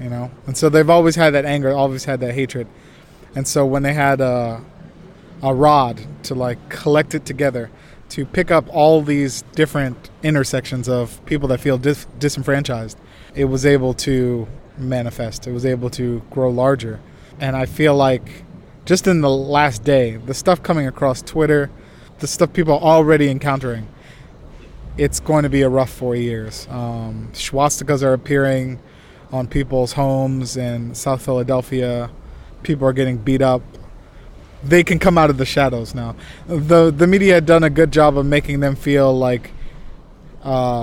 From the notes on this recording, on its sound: Recorded during two meetings at Benchasiri Park in Bangkok.